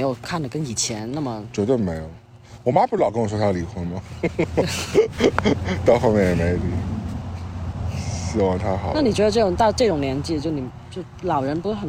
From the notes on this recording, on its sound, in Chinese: 本期为室外星夜下炉火边录音